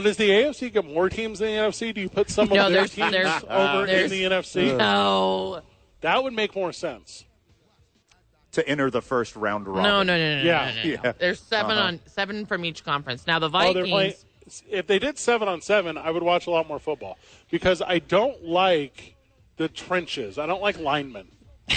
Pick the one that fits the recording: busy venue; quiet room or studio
busy venue